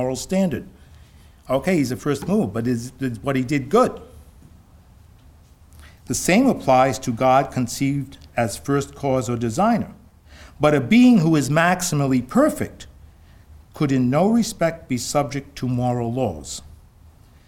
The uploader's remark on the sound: "Must Morality Be Grounded in God?" Conference at Franciscan University of Steubenville.